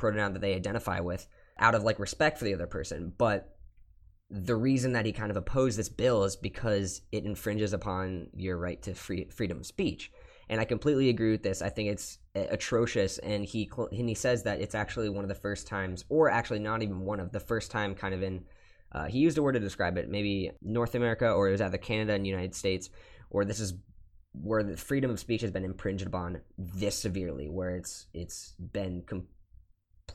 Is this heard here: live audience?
no